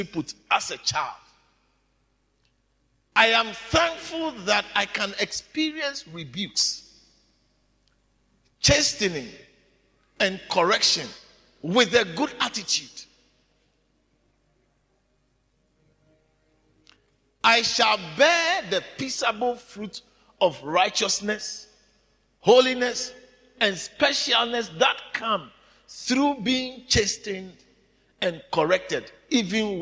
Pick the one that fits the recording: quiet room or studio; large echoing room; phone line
large echoing room